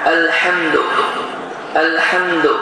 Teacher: İkinci də ərəblərin həsi, h. Boğaz damarlarının sıxılması nəticəsində, boğazın ortasından sıxılması nəticəsində çıxan hə.